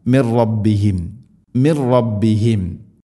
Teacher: നൂനിനെ റായിലേക്ക് ഇദ്ഗാം ചെയ്യണം അഥവാ കൂട്ടിലയിപ്പിക്കണം, മണിക്കാതെ ഉച്ചരിക്കണം. മിർ റബ്ബിഹിം മിർ റബ്ബിഹിം.